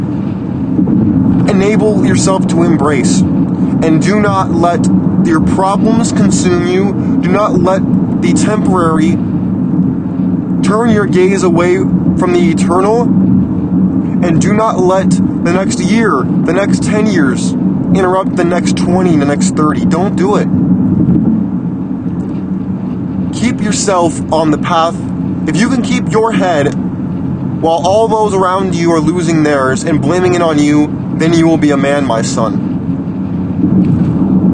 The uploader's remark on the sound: Open Road Rants. This episode was recorded in the car, so please excuse the crude audio quality.